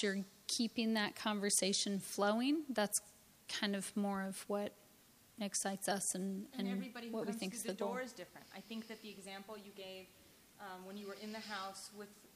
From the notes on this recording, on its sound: 2016 AASLH/MMA Annual Meeting Session Recording Recorded in Detroit, MI September 16, 2015